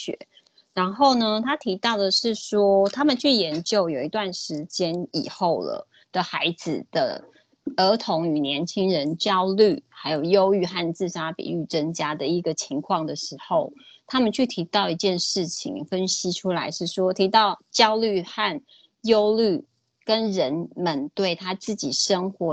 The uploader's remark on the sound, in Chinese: 此為線上課程錄音檔